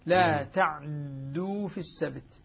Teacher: إسكان محض مع أنه صار فيه التقاء ساكنين لكن أجازها العلماء كون كون أصلها تعتدوا. · يعني إسكان العين مع تثقيل الدال